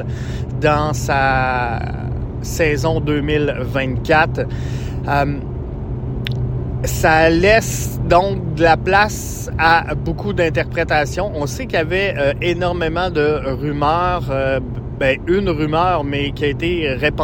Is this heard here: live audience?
no